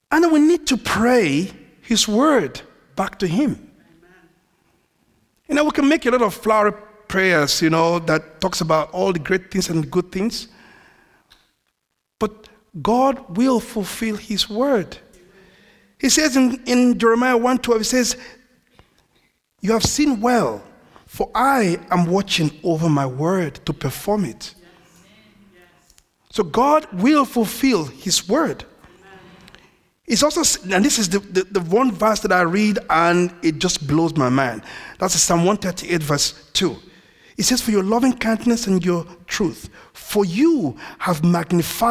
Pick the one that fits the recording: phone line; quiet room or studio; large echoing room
large echoing room